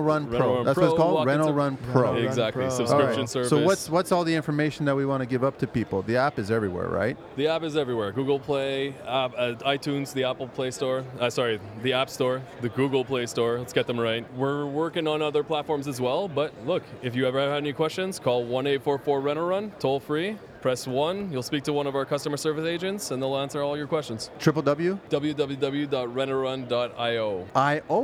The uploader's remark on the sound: Recorded live at the recent Buildings Show in Toronto.